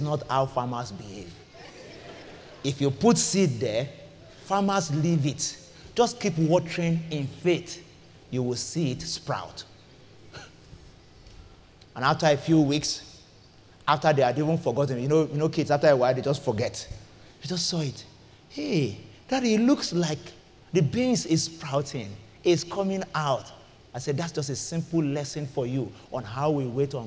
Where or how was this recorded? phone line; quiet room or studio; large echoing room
large echoing room